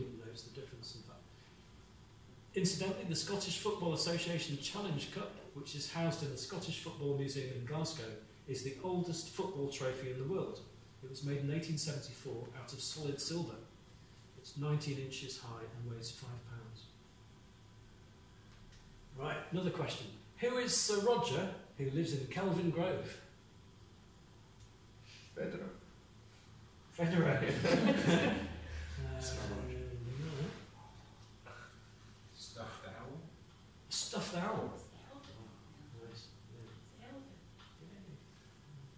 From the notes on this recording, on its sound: Recorded at The Griffin bar in Glasgow. As part of the Glasgow International Comedy Festival.